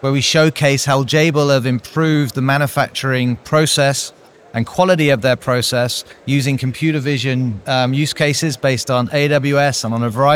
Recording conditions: busy venue